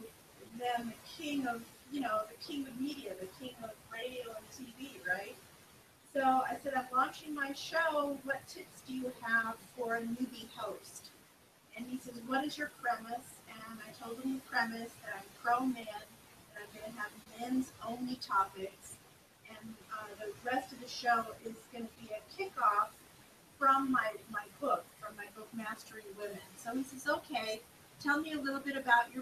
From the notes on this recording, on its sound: Sorry about the audio quality.